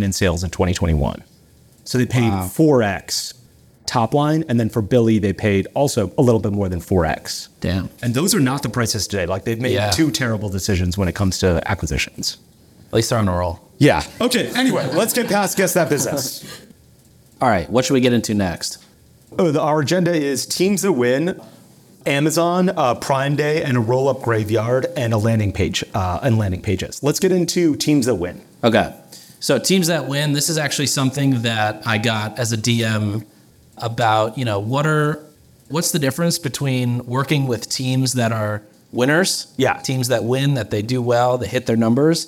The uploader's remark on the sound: Live from Marketingland. In this special live episode from Marketingland 2023. A live audience Q&A session.